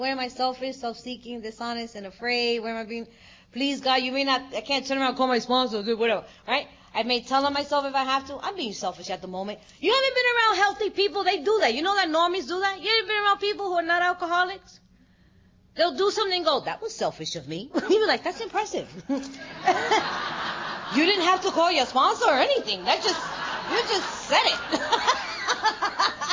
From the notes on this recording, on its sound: at the 2023 Fellowship of the Spirit Conference